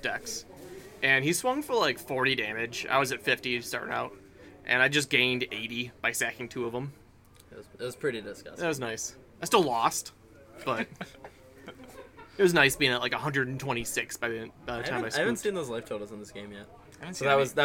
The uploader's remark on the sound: We had to film this one on the go and not in our super expensive and really real $100k recording booth so excuse the background noise.